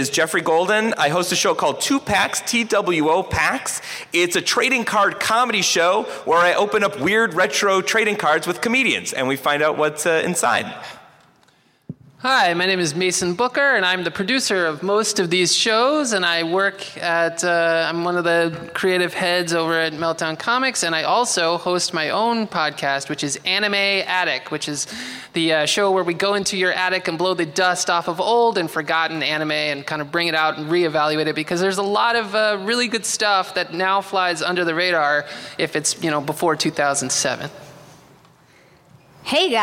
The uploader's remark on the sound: Recorded LIVE at Los Angeles Comic Con 2016!